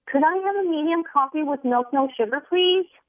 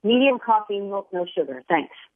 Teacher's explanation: So the first one goes up at the end, right? And the second one goes down at the end. And so the second one also uses fewer words. · Term: going downward at the end